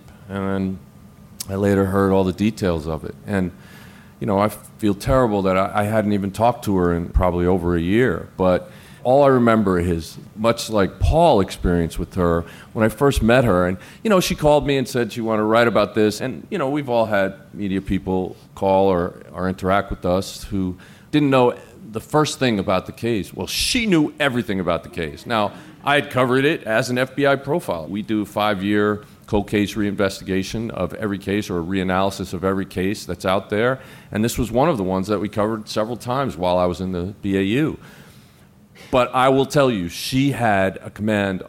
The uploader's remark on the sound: Live From CrimeCon